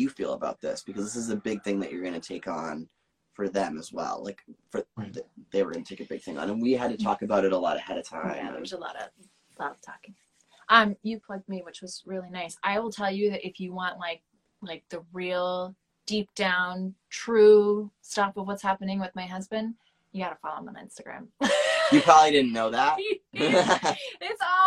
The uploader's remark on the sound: This episode of the podcast is LIVE, Instagram Live to be specific.